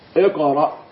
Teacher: قلقلة صغرى لأن القلقلة وقعت وسط الكلمة